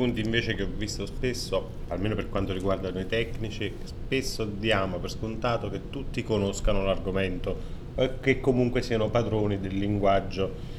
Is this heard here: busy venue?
yes